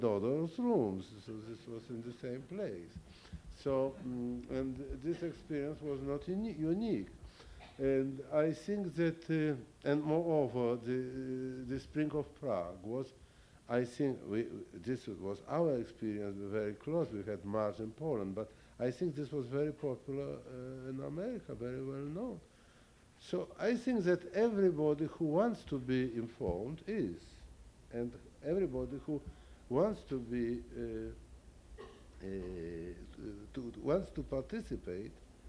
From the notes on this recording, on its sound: Bilingual Reading and Discussion with Polish Poets. Read their poems to the audience.